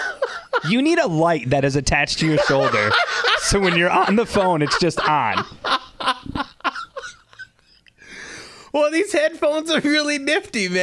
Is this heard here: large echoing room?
no